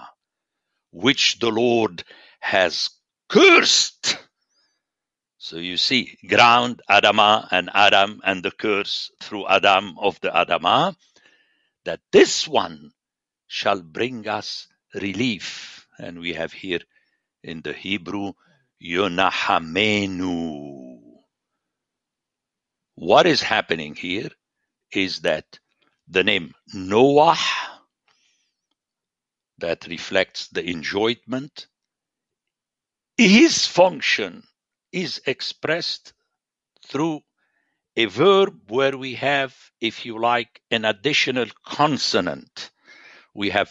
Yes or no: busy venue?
no